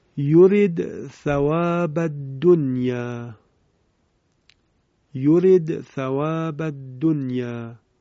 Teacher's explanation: حرف دال کلمه یورید در ثاء کلمه ثواب ادغام می شود. البته دنیا هم با اماله تلاوت می شه، به این صورت می شود: یورید ثواب الدنیا، یورید ثواب الدنیا.